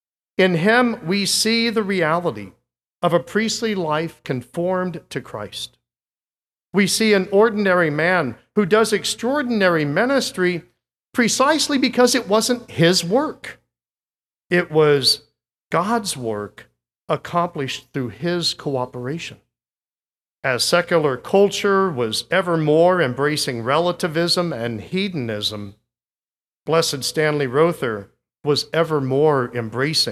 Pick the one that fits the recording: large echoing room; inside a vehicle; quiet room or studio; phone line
large echoing room